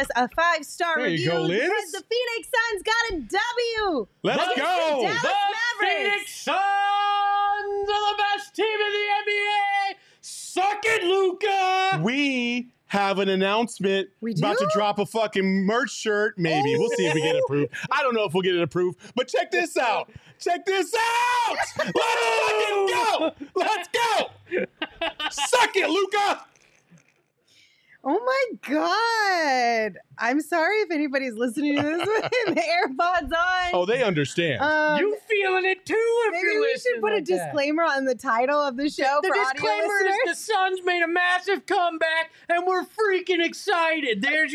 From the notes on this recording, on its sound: we're celebrating in the PHNX VIP lounge for some postgame breakdowns